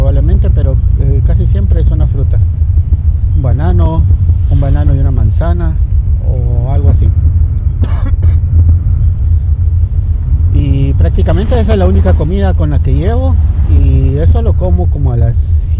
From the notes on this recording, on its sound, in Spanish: Pasen adelante y acompáñenme en esta nueva aventura en el gimnasio. Por favor disculpen las fallas en el audio.